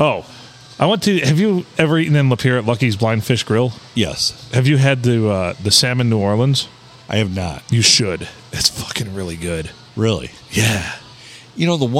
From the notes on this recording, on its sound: We record on a Sunday night at the Stumble Inn.